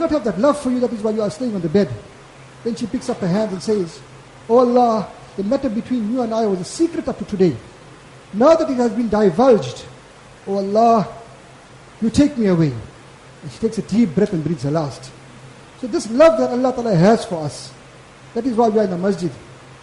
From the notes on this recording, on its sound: Jumuah lecture